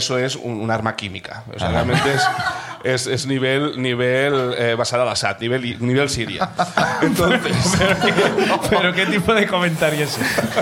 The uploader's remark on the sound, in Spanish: El público también trae miserias del pasado.